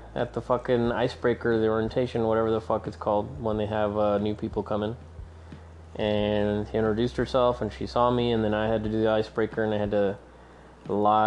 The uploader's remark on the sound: I'm recording this one on the fly, on my cell phone, after work, as I prepare dinner. I also capture the beautiful sounds of rain.